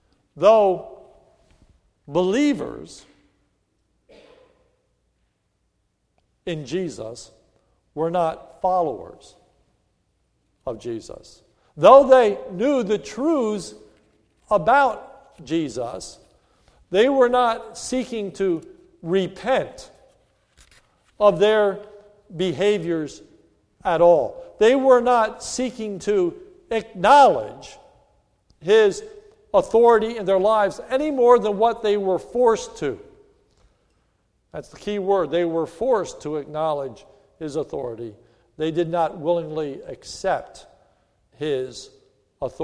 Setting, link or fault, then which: setting, large echoing room